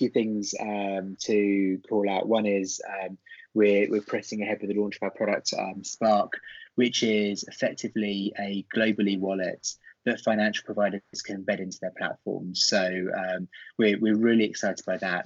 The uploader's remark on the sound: is joined on Skype